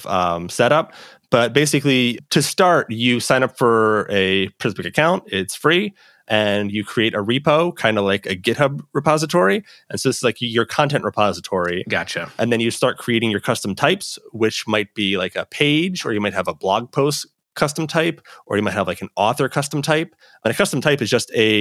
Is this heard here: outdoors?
no